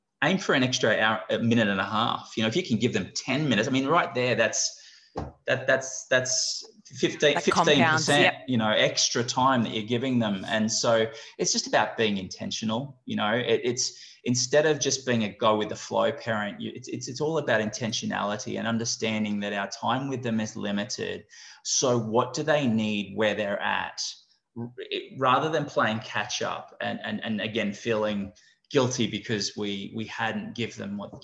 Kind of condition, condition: link, video call